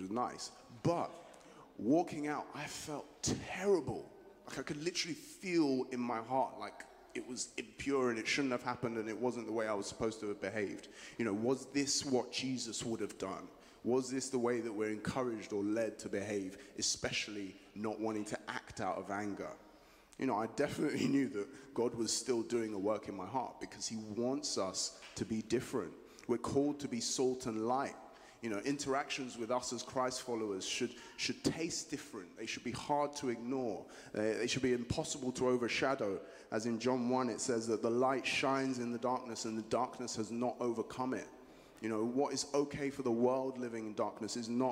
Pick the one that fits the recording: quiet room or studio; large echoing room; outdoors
large echoing room